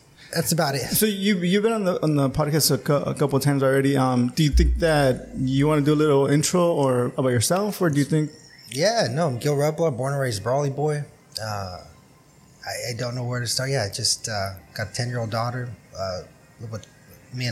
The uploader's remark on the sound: Huge thanks to Calexico Brewing Company for allowing us to record this episode at their tap room!!